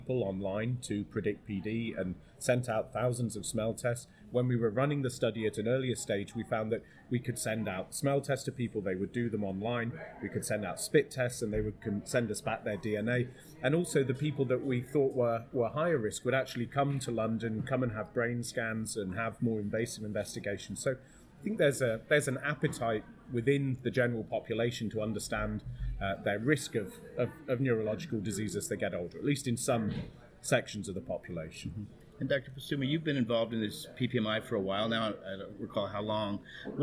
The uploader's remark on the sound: LIVE From Michael J. Fox Foundation Conference. The interview was conducted live at the recently concluded Michael J Fox Foundation’s Annnual gathering in New York.